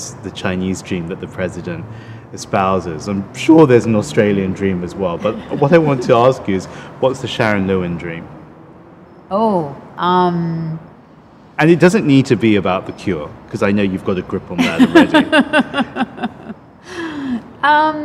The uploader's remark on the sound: recorded in July 2018 at the International AIDS Conference in Amsterdam